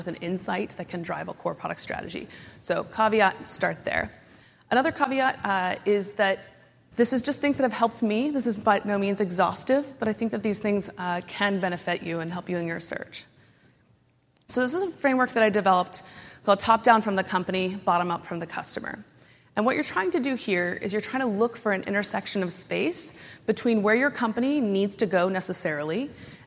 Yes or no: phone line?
no